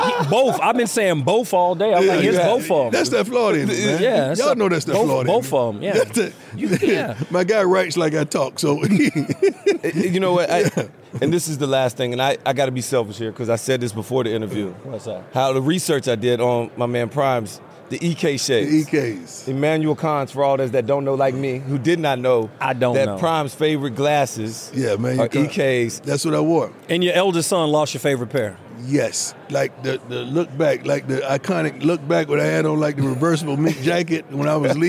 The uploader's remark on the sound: live from radio row for Super Bowl LVII